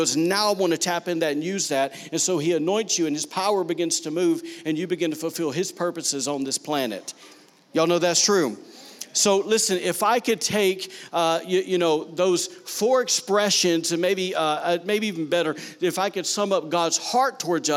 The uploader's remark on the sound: was recorded on Sunday, July 14, 2019, during service at The Anchor Church in Rockport, Maine.